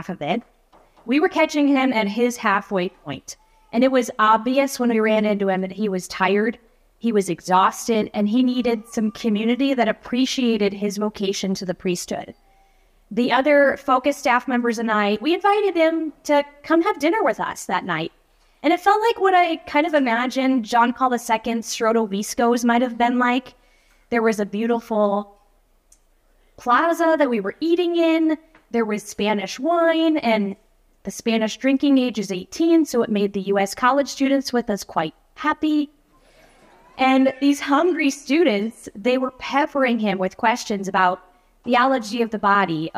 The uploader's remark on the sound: This episode is a recording from a speaking engagement earlier in the year.